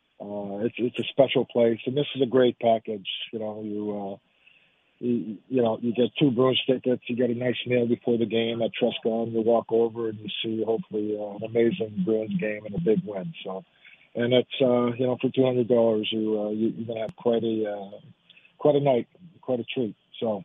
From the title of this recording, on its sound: Calls in Live